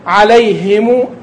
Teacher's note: عليهم أي أن تبين وتخلص لفظ الهاء في هذه الكلمة أيضا، لأن كما عرفنا أن الهاء حرف خفي، وإذا سبق بياء وهو حرف لين فربما لا يظهر